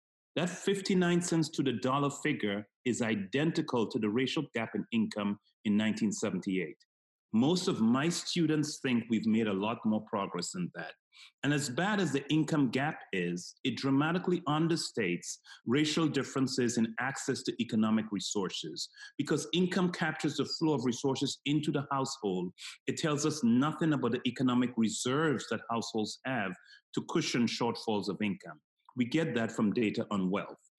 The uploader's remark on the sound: we’re recording this podcast today on a video call, so the sound quality may be different from what you’re used to hearing